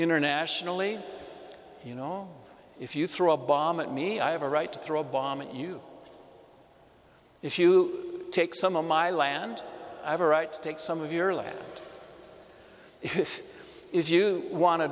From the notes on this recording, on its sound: Homily delivered to the Saint Francis Assisi Catholic Community in Cuenca, Ecuador, Iglesia de San Francisco